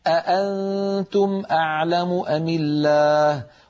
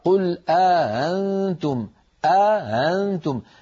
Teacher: رواها عن نافع بإدخال ألف بين الهمزتين مع تسهيل الهمزة الثانية · Shown in: second take · هكذا، قل أأنتم أأنتم، الهمزة الثانية لا تكون محققة، ليست أأنتم، وإنما تكون بين الهمزة والألف هكذا، قل أأنتم أعلم أم الله، وهي لهجة عربية صحيحة ونقلت إلينا قرآنا كما أسلفت منذ قليل.